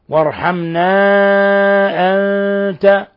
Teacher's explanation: مد منفصل، انفصال حرف المد عن الهمز، يمد من 4 إلى 5 حركات، أنت نون ساكنة جاء بعدها حرف التاء، إخفاء حقيقي تقدم